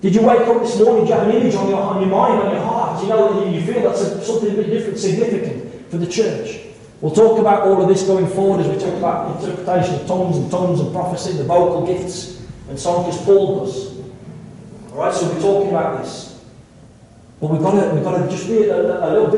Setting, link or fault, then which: fault, poor sound quality